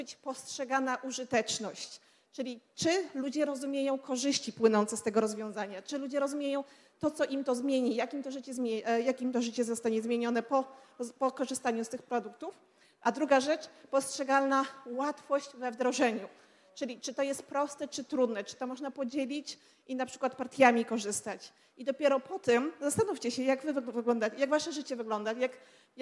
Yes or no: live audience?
yes